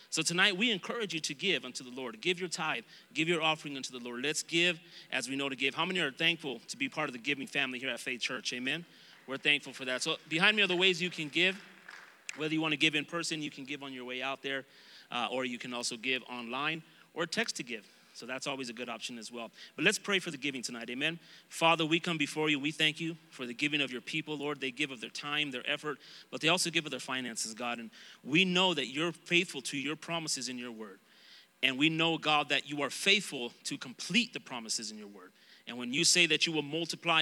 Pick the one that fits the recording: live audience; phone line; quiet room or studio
live audience